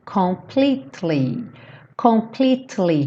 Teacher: Cuidado para não falar completely. Esse E depois do T não é pronunciado. Então pensa como se fosse TLY.